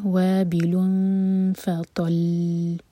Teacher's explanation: وابل فطل، فطل پر رکیں گے تو دیکھیں یہاں پہ لام پر ہے شدہ، تو شدہ ہمیں ظاہر کرنا ہوگا، فطل نہیں کہیں گے. لام پر تھوڑا سا ٹائم دیا جائے گا تاکہ شدہ ظاہر ہو ورنہ میننگ بدل جائے گا ورڈ کا، وہاں دو لام ہیں.